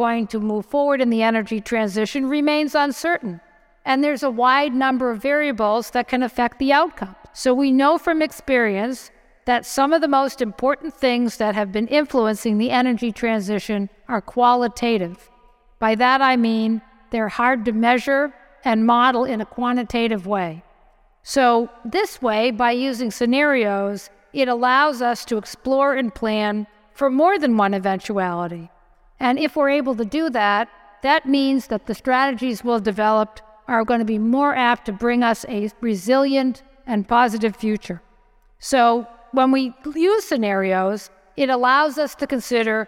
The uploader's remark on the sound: Live from NYU’s '2040 Now' Event. The Energy Gang was there to record live in the Kimmel Center for University Life at NYU.